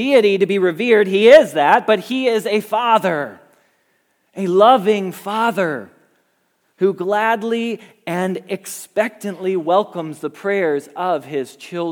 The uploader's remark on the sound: Message Preached at Valley Creek Church